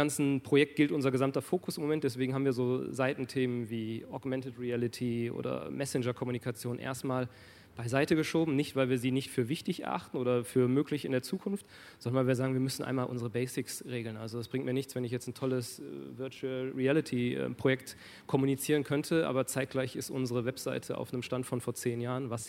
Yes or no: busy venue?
yes